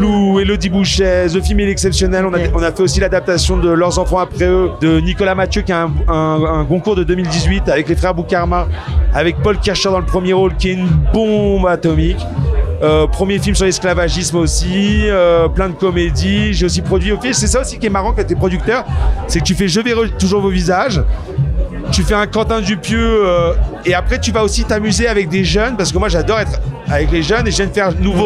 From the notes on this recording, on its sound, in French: Il est venu raconter son parcours en pleine contre-soirée au festival de l'Alpe d'Huez. Au chalet.